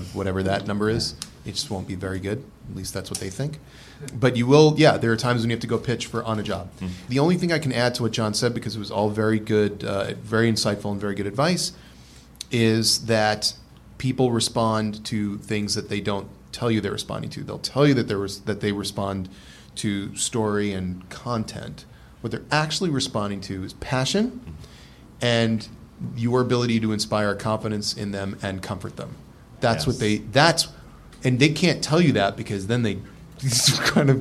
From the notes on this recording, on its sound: take questions from the audience